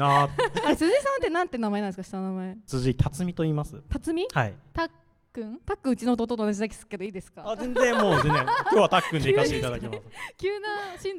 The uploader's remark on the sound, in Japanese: 公開収録スペシャル。In資生堂S/PARK。初の公開収録イベントの音源を公開！